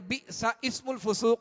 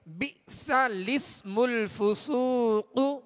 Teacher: لام کو سین سے ملا کر پڑھیں گے · Shown in: second take · Term: نقل حرکت